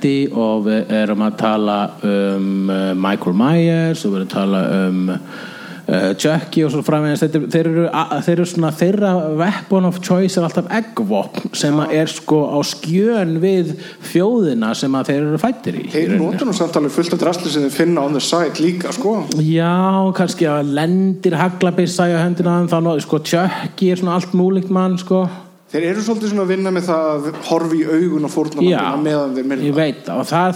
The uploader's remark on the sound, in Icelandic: Setjast á TwinPeaks-esque sviðið í hryllingsholunni Húrra og hljóðrita Live bloodcast fyrir framan áhorfendur sem eru fleiri en puttahnífar Freddys en færri en endurkomur Jasons.